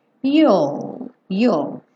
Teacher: Para quem tem dificuldade de fazer essa contração do will, fala you e depois joga o L lá, a língua no céu da boca